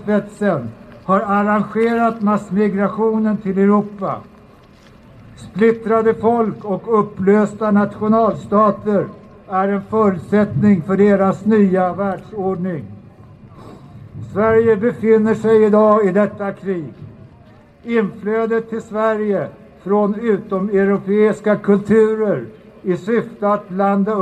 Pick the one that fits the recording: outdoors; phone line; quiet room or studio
outdoors